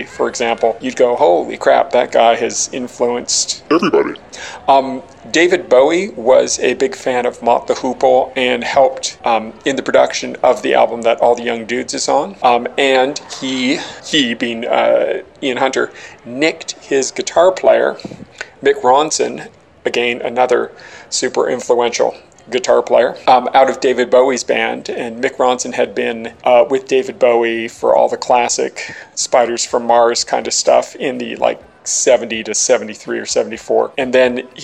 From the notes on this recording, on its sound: Recorded while waiting for a bus to somewhere back in the somewhen by a someone that still listened to CD's on the bus.